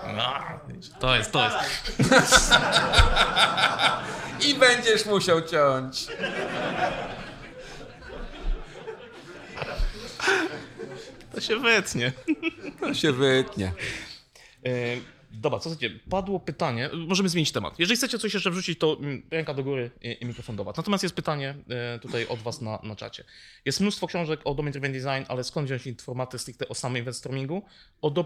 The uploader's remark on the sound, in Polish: LIVE PHPers Summit 2023. Mikrofony i reszta sprzętu wylądowała w jednej z hal Międzynarodowych Targów Poznańskich. A na sali pojawiło się kilkaset zainteresowanych rozmową osób.